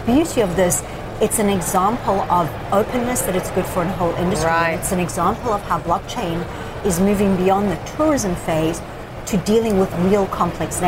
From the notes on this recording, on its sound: live at the New York Stock Exchange